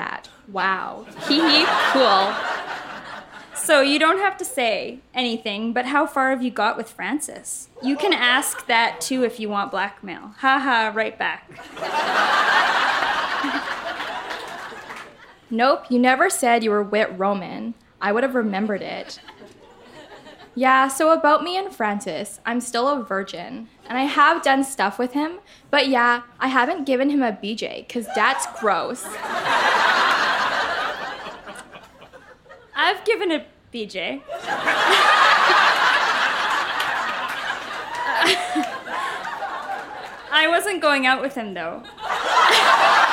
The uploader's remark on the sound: Recorded live in Vancouver, BC.